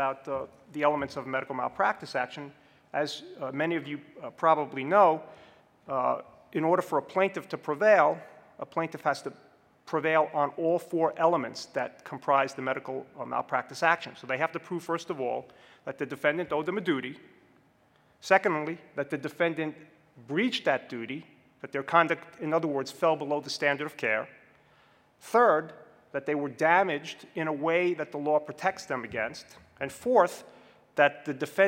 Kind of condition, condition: setting, large echoing room